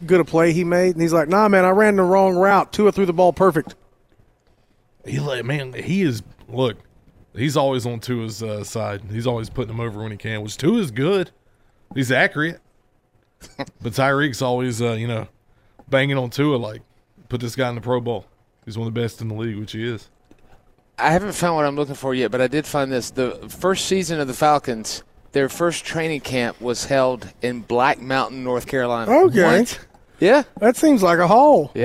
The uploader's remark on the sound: LIVE FROM LEO SANTA 2023